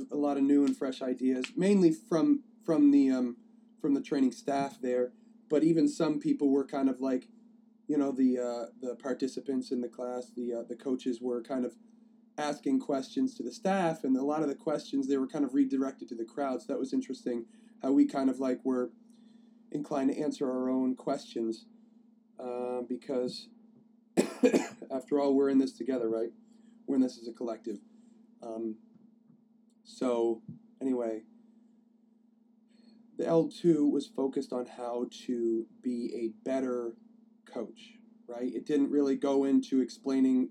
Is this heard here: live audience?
no